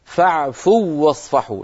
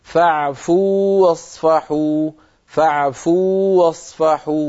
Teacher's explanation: فاعفوا آخر حرف فيها واو ساكنة، واصفحوا أول حرف فيها واو متحركة، فالتقى في النطق واوان، واو ساكنة وواو متحركة، لكن الواو الأولى واو مدية، وحرف المد لا يدغم في الذي بعده · Shown in: second take · العرب لا تدغم الواو المدية، يعني لا يصح أن نقول فاعفوا واصفحوا، لا يصح أن نفعل ذلك، بل نقول فاعفوا واصفحوا، فاعفوا واصفحوا، ونعطي حرف المد حقه.